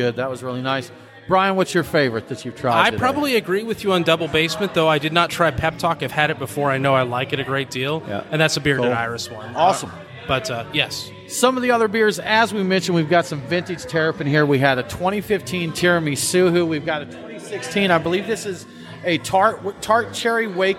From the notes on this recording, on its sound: Live from Terrapin Brewery. We hung out with the crew at Terrapin Brewery Atlanta for the Live at the Battery beer fest.